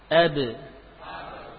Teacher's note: Coba huruf ba dengan merapatkan bibir atas dan bawah dengan tekanan yang kuat. Ba, ba, kalau disukun muncul qalqalah. Ab, kalau tidak ada qalqalah maka suaranya berhenti.